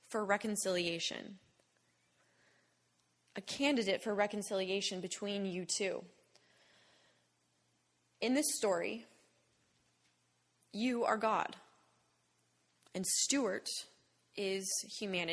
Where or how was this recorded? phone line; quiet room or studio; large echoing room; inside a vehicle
large echoing room